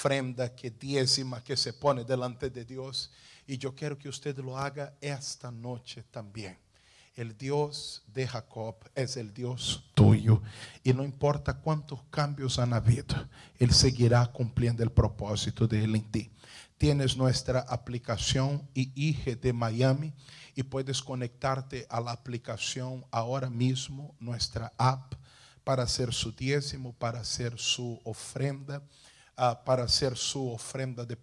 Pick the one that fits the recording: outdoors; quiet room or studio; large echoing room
large echoing room